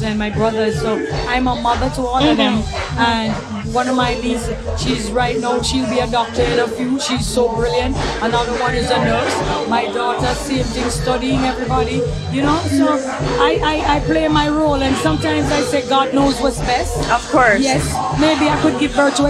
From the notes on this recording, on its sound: This was taken from the August 2015 live broadcast from the Montreal International Reggae Festival.